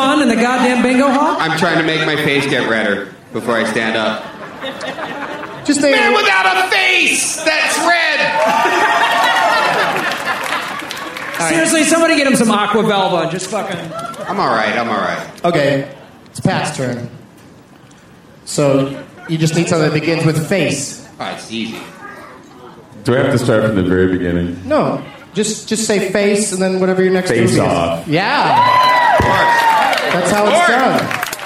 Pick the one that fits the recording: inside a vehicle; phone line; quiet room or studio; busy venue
busy venue